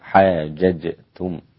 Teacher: الجيم تكون من وسط اللسان مع سقف الحلق، وكذلك تكون أقرب إلى الدال منها إلى الشين حتى لا تقول حاججتم، لا حاججتم.